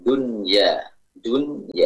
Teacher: Ya, kalau pertemuannya dalam satu kata maka tidak dibaca idgham, sebagaimana yang sudah kita bahas pada pertemuan sebelumnya. Ya, namun dibaca dengan izhar, dan izharnya dinamakan izhar mutlak